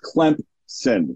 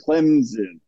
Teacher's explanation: There's a P voiceless inserted in that word. · Shown in: first take